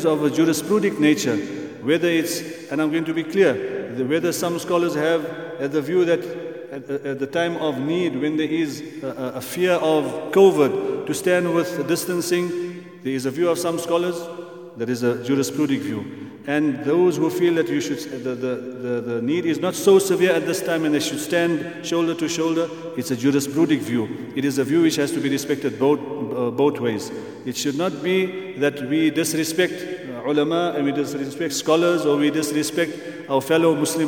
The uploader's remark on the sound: at the Houghton Masjid (West Street)